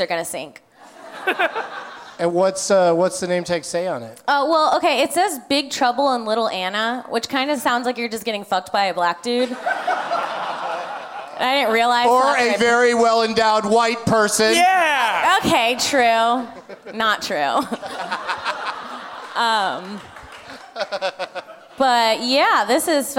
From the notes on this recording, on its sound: Live from the Gramercy Theatre in New York City